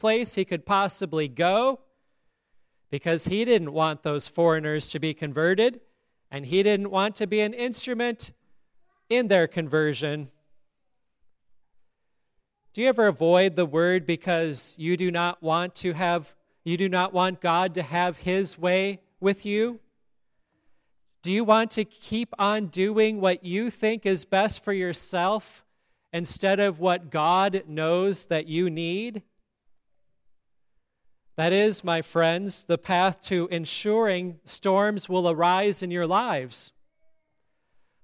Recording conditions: large echoing room